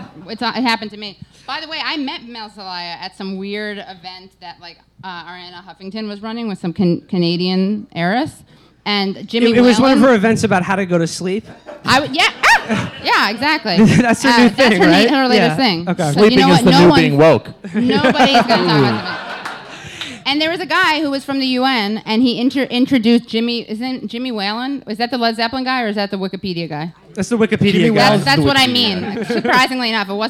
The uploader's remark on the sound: In this live show recording